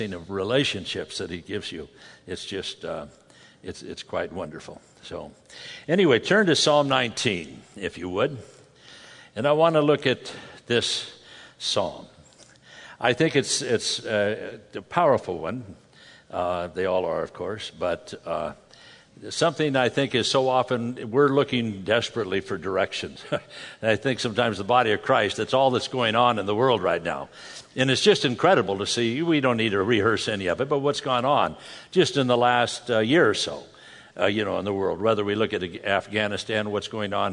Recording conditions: live audience